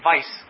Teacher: So they pronounce all their W's as V's. So instead of white, as which is spelled Weiss, they would say Weiss.